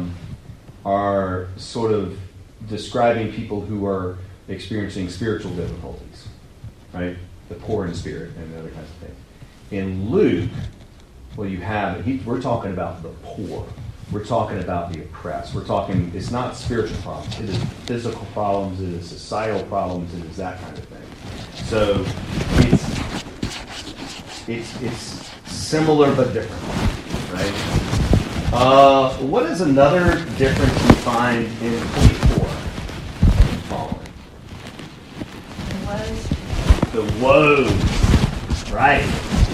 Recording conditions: poor sound quality